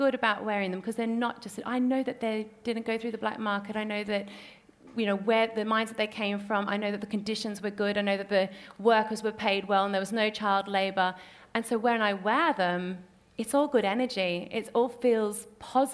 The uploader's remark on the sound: Recorded at Selfridges.